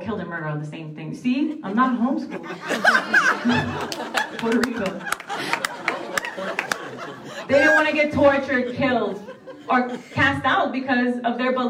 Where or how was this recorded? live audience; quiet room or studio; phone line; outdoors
live audience